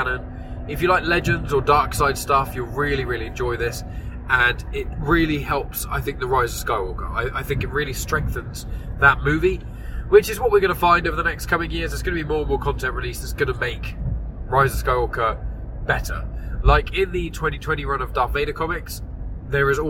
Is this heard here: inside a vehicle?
yes